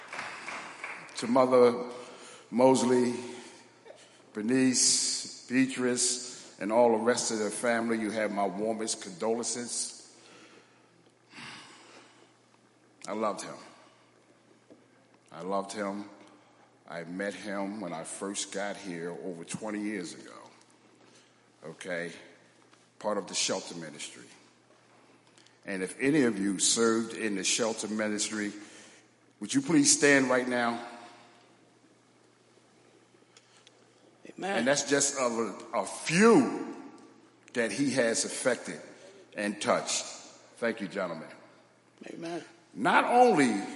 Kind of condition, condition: setting, large echoing room